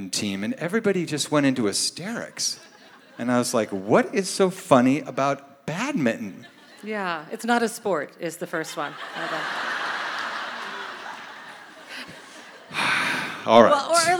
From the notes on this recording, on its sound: Live In Portland. Record the show in front of a live audience at Revolution Hall in Portland, OR.